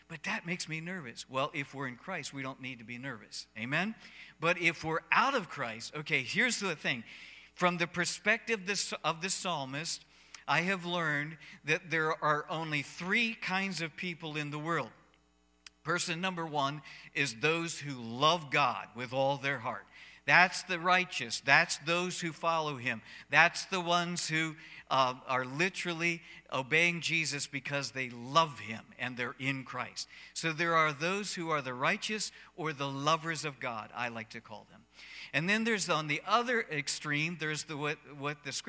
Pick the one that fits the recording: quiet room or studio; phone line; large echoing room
large echoing room